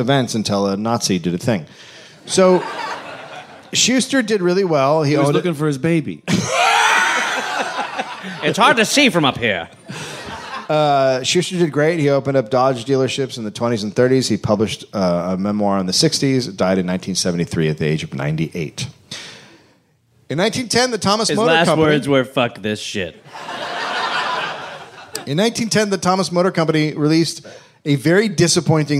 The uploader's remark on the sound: Recorded live at SXSW.